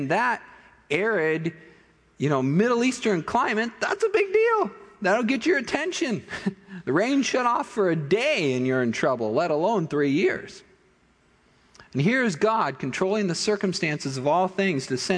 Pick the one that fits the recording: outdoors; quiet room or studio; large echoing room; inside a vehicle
large echoing room